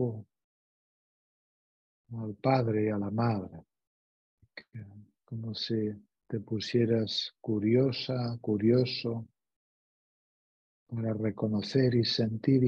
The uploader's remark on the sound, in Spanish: Esta meditación es una grabación de un encuentro online en vivo.